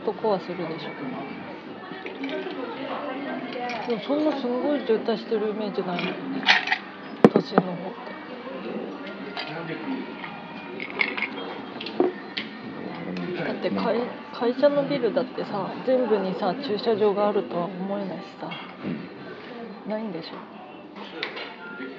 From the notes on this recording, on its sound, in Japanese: 温泉施設のレストランでの録音です。